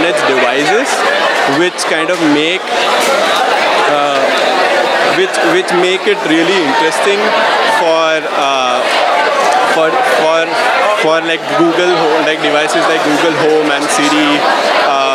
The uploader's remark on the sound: Today, we will bring you a special episode, which is the live recording of the Science Gong Show. The Gong Show is a science communication event where scientists give brief explanations of their research without using any jargon. Charm City Meadswork for providing the venue.